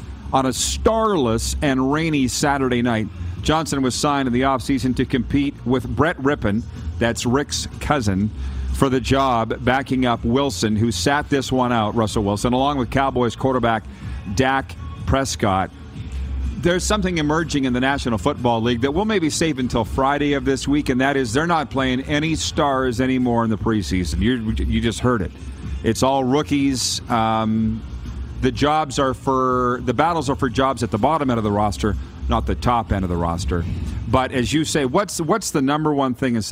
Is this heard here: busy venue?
yes